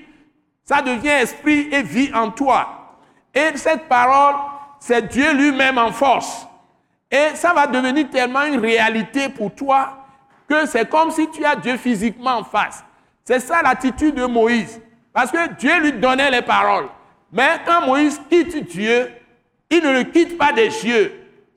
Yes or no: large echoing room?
yes